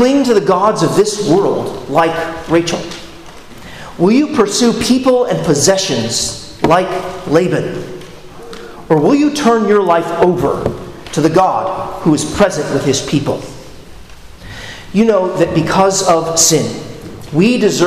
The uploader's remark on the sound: at Arlington Baptist Church in Arlington, Virginia